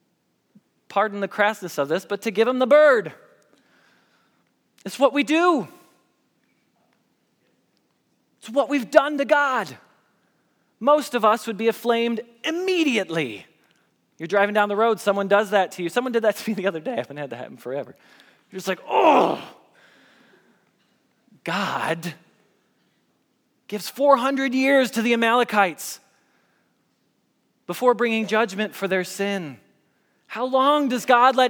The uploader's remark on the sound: Message Preached at Valley Creek Church